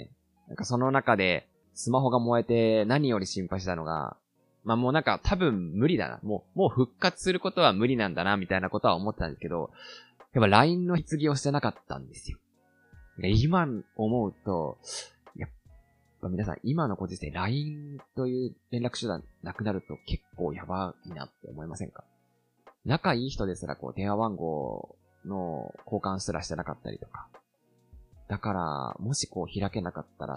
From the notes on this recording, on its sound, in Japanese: 収録の環境が悪く、音質までやってしまっておりますことを謝罪申し上げます。